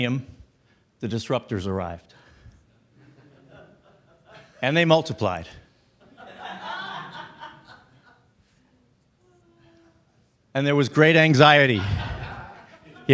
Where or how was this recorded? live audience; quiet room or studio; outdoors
live audience